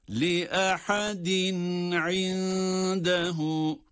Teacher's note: tenvinden sonra, iki esreden sonra ayn harfi geldiği için izhar olarak okuyoruz. Harflerin arasını ayırıyoruz ama sekte değil tabii ki.